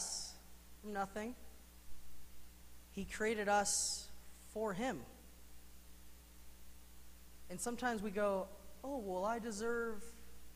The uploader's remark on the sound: Mt. Zion Church Live!